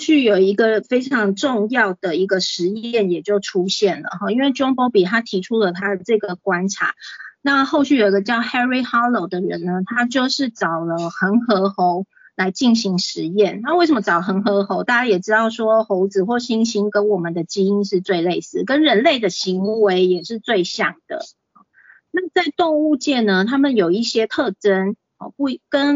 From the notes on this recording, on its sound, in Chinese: 講座錄音。此為線上課程錄音檔！